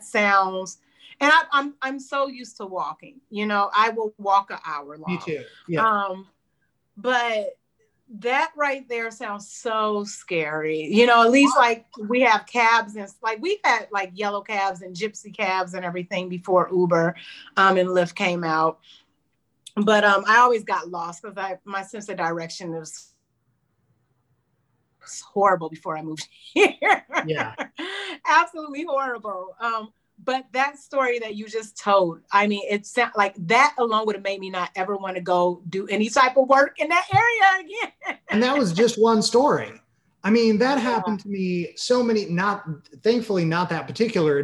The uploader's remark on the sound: Recorded via Zoom